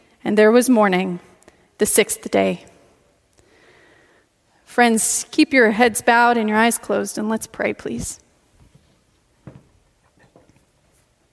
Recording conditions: large echoing room